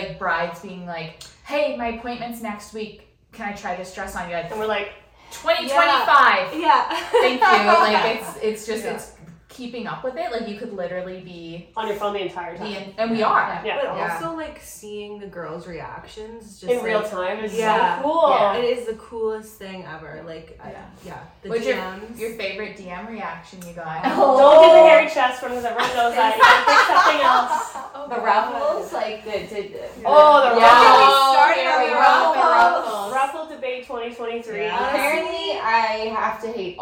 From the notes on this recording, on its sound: We are overtired, sans make-up and sleep, have bad lighting and a botched mic but we made it through one of the most beautifully chaotic NY Markets to date!